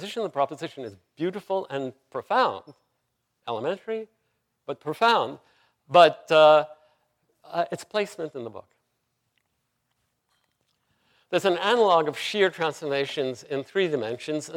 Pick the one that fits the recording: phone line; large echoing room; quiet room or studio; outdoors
large echoing room